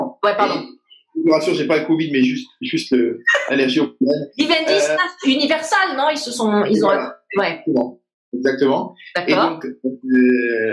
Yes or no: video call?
yes